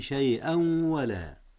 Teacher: لا تجزي نفس عن نفس شيئا ولا، جاء الإدغام هنا يا أستاذنا، ولكنه إدغام بغنة، حيث أدغم التنوين في الواو، والواو من أحرف الغنة